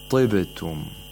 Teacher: We have to make it really low. The root of the tongue is not raised as much because the kasra causes it to be raised less. · Term: lowest level of tafkhim